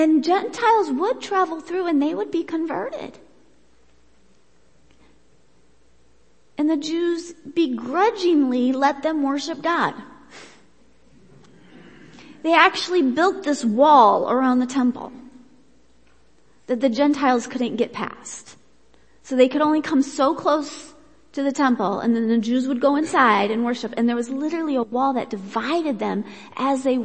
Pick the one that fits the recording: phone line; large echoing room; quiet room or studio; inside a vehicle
large echoing room